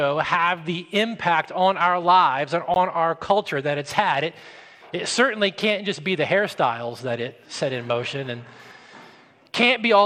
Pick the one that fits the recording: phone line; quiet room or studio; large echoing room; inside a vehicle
large echoing room